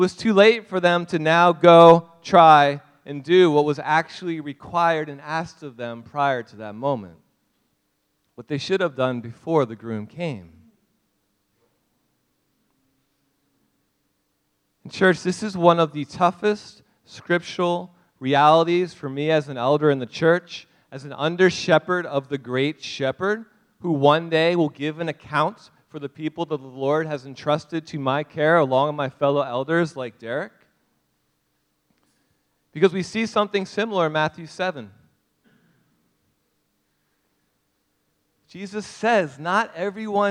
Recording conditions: large echoing room